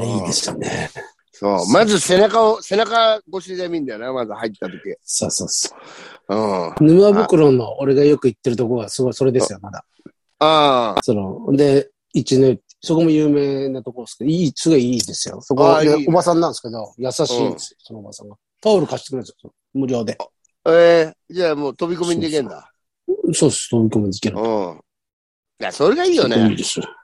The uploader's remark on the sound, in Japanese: ZOOMで収録